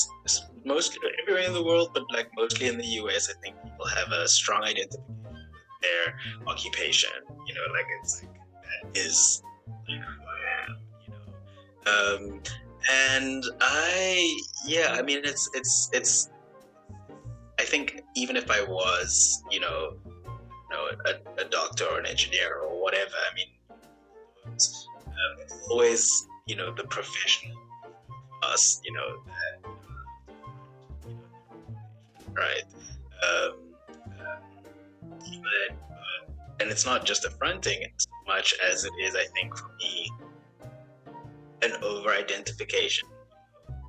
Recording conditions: drop-outs